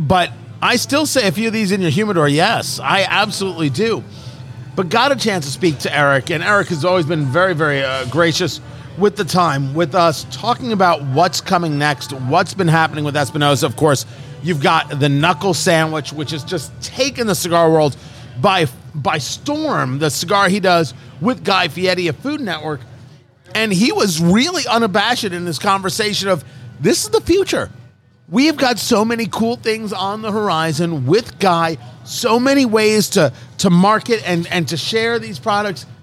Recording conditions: busy venue